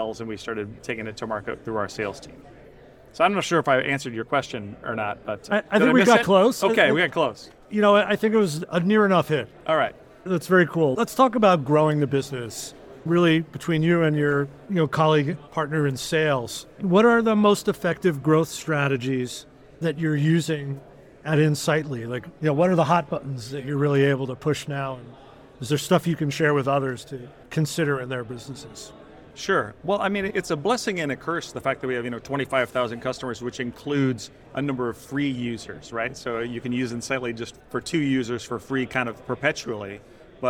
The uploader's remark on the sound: at the Ascent Conference in San Francisco